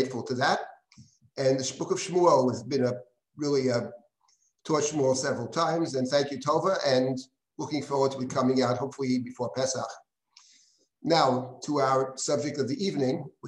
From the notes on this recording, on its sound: This audio was originally captured from Zoom